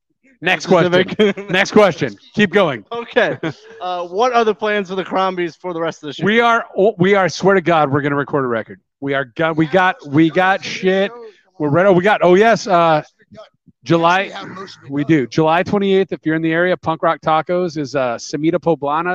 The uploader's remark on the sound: SCR Live From Motoblot